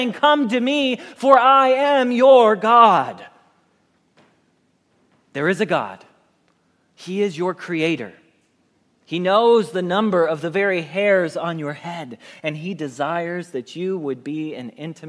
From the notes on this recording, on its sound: Message Preached at Valley Creek Church